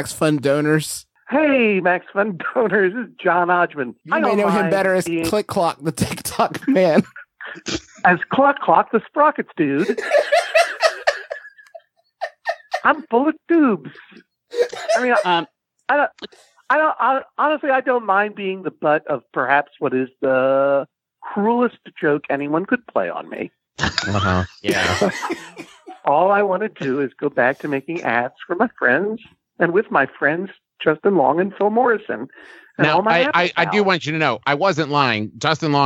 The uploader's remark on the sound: A recording of us doing prank phone calls to people that we know